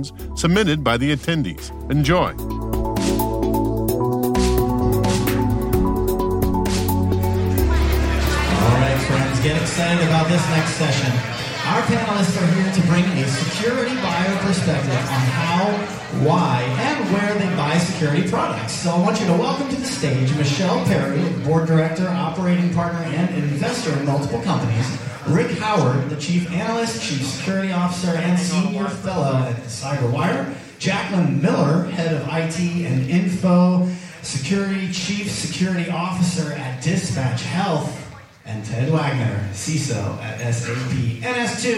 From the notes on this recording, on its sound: At the 2022 Cyber Marketing Con, the CyberWire presented a CISO Q&A panel session. Additional bonus questions submitted by attendees.